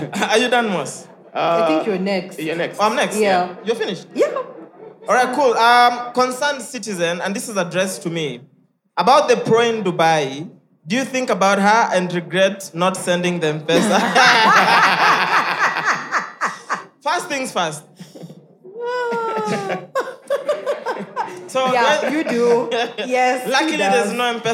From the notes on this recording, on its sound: Live audience recording. Take on questions from the audience.